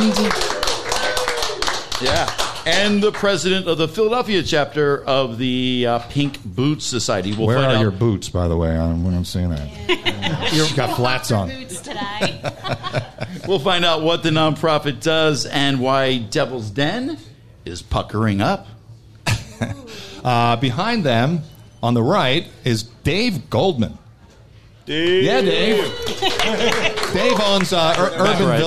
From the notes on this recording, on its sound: Got together on July 28th at Tattooed Mom on South Street for an extra hilarious and informative Beer and Booze Broz live show! Thanks to Obie Media for recording the live show.